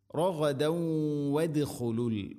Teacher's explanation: റഗദൻ വദ്ഖുലു, തൻവീന് ശേഷം വ വന്നാൽ ഇദ്ഗാം ബിഗുന്ന, റഗദൻ വ മണിച്ചുകൊണ്ട് ഉച്ചരിക്കണം, തൻവീനിനെ വയിലേക്ക് ഇദ്ഗാം ചെയ്യണം